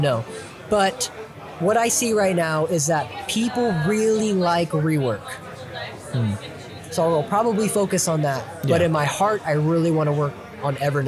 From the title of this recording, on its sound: Live at Capital Creative Showcase 2023